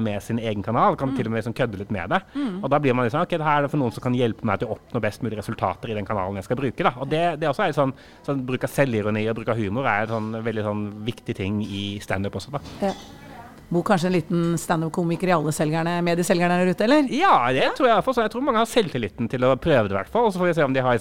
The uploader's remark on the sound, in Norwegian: Denne episoden er fra da Bauer Media hadde live podkast mellom foredragene på Den Store Annonsør Dagen 13.